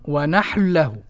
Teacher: ونحل له بلام واحدة مشددة · Term: الإدغام